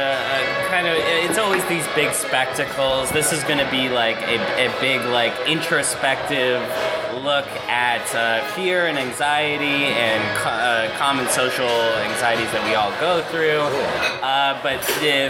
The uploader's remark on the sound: Toronto Sketch Comedy Festival. Sitting down with artists during a brunch gathering of sketch comedians.